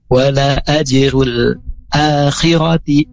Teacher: a nya panjang, khirati nya pendek